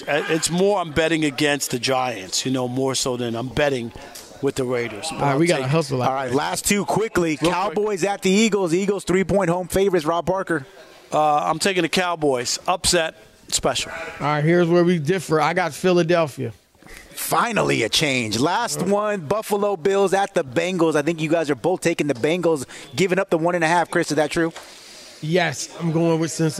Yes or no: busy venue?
yes